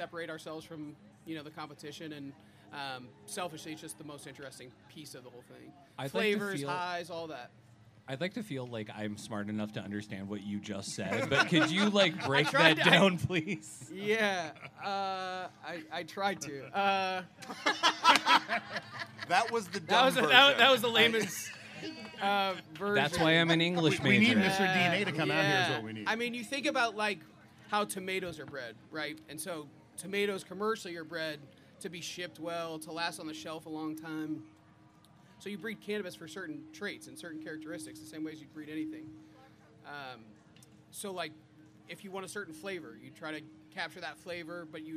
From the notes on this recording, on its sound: Live from Boulevardia 2022. This week on the Streetwise podcast we have a wacky time at Boulevardia. This is a full show live recording from the podcast stage. Thanks to everyone who came out and suffered the sun with us!